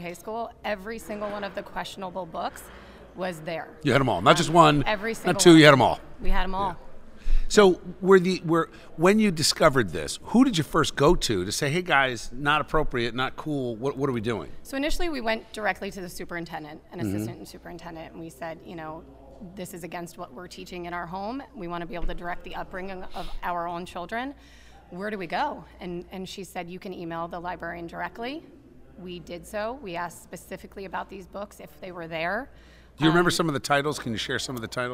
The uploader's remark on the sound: Broadcasts live from A Seat At The Table Conference in New Jersey, and brings a cast of rotating guests with him!